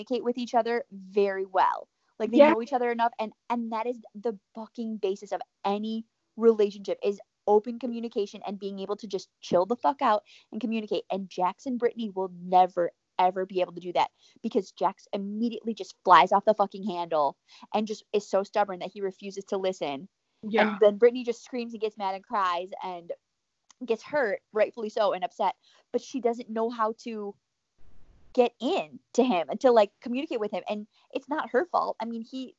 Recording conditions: drop-outs